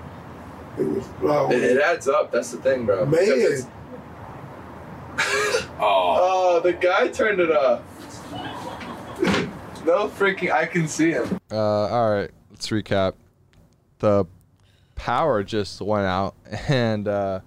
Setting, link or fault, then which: setting, inside a vehicle